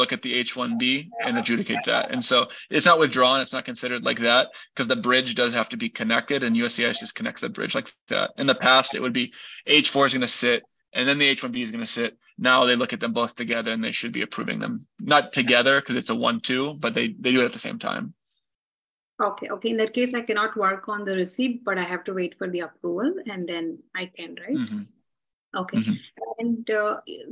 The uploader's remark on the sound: Conference Call